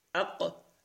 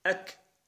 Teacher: مثال التقارب في المخرج والصفة معا، القاف والكاف هما متقاربان في المخرج أق أك، ومتقاربان في الصفات حيث أنهما يشتركان في الهمس والشدة والانفتاح، ويفترقان في أن القاف مستعلية والكاف مستفلة، وأن القاف مقلقلة والكاف ليست كذلك، فهما يشتركان في أكثر الصفات، فلذلك هما متقاربان في الصفات.